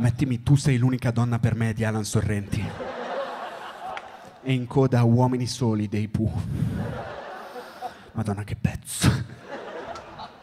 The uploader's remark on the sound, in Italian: Registrato al Magnolia di Milano (14-9-21)